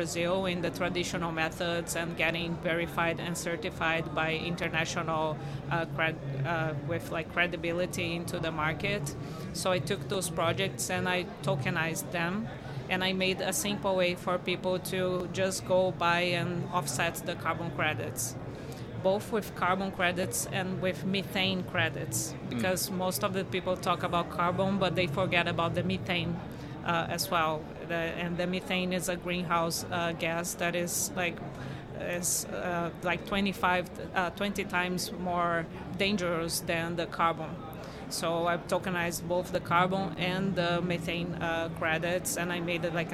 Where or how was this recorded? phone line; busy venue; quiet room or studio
busy venue